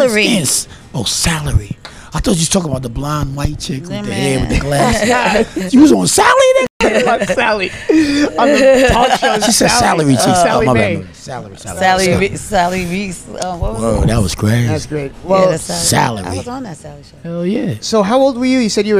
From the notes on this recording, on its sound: In honor of the newly created soul food restaurant Soul Exchange Bistro 2 we decided to set up shop for a live broadcast.